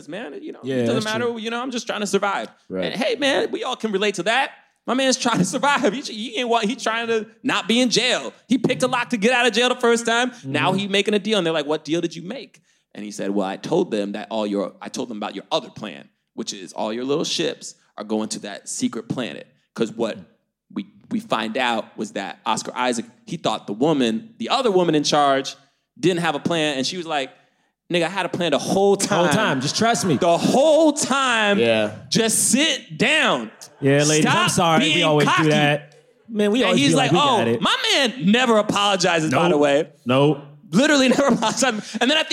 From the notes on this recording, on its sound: LIVE from London Podcast Festival